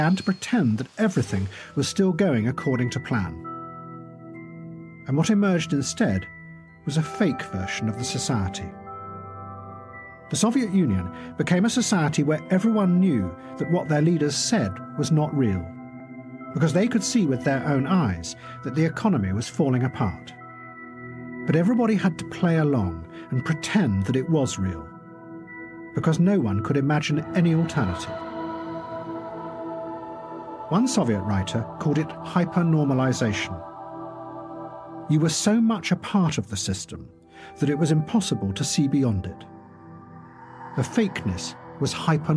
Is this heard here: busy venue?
no